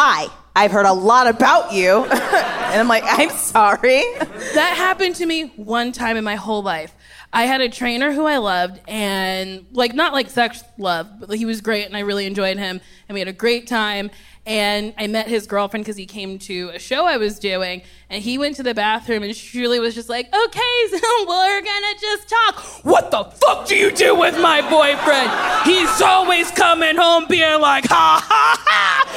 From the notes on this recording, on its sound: Recorded live at the Largo at the Coronet.